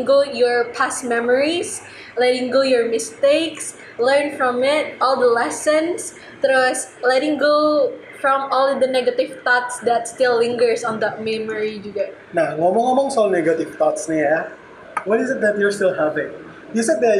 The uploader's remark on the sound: Recorded live on a cafe so im so sorry about the quality.